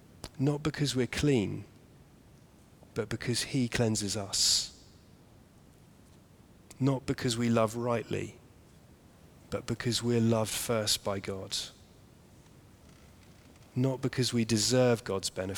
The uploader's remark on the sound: Sermon preached at the Maundy Thursday evening service